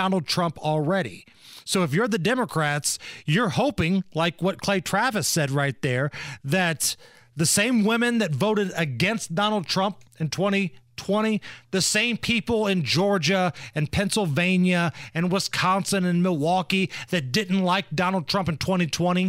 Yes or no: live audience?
no